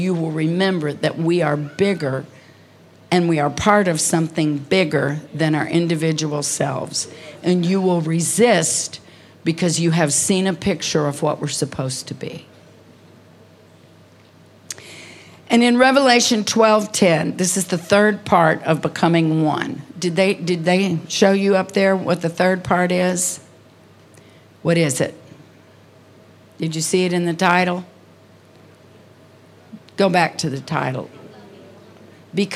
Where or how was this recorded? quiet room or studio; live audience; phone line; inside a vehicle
live audience